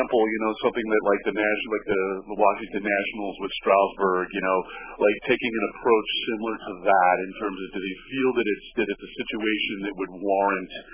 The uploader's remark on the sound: answered questions from season ticket holders during a conference call